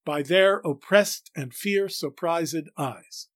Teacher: If we elide the first ED, that is, don't pronounce it as a syllable, and pronounce the second as a syllable, we get it right · In the following line of Horatio from Hamlet, Act 1, Scene 2, line 203, by their oppressed and fear-surprised eyes, the first ed in oppressed forms no unstressed syllable. The second ed, surprised, must form an unstressed syllable, or else the line fails to scan.